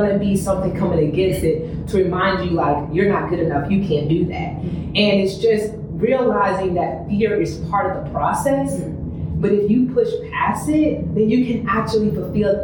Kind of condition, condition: fault, poor microphone